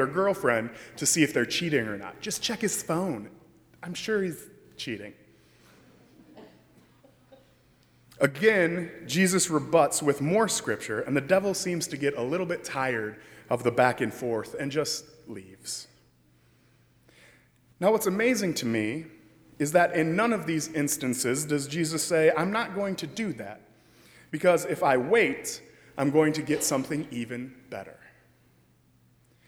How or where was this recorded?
large echoing room